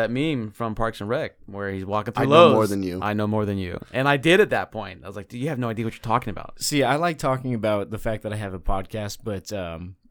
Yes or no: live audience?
no